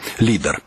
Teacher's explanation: Адзін з найбольш відочных вынікаў рэформы – заканчэнні або фіналі РЛ у запазычаных словах патрабуюць пісаць праз А – Ар-Аль. Вымаўляюцца, дарэчы, такія літары пасля націску незалежна ад напісання, або як Э, або як нешта сярэдняе паміж Э і А